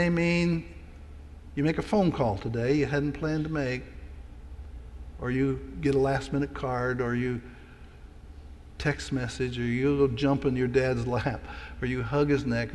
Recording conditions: large echoing room